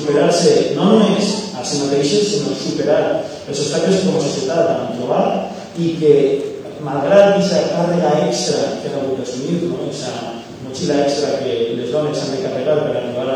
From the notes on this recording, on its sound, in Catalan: Recuperem l'audio de la presentació del llibre